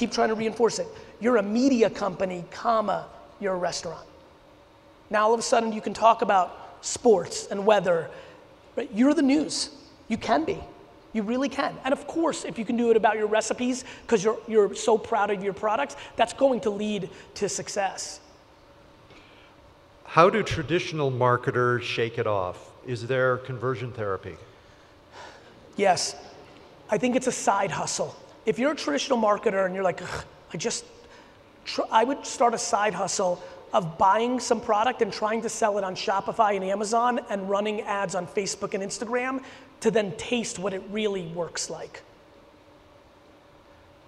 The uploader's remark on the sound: A huge keynote and Q&A I did in Denver on October 15. A ton of very specific Q&A from the audience where I got real tactical.